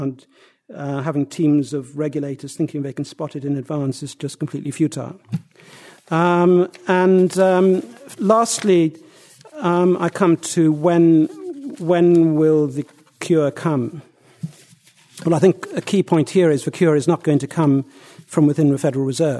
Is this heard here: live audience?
yes